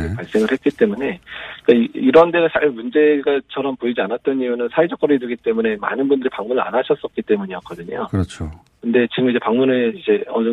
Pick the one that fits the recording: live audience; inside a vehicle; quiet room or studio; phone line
phone line